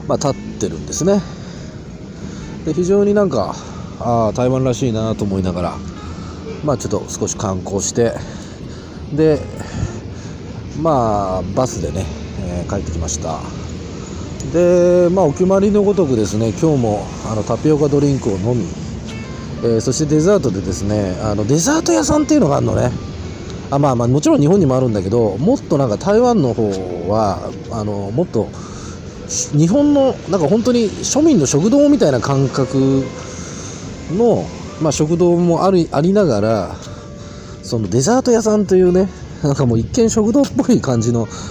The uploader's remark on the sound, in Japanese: 台湾高雄の川のほとりでボーッと録音してみた。夜に録音してみた。